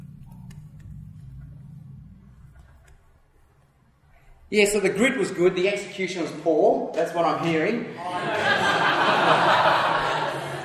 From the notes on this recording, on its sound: Takes questions from his audience of church planters.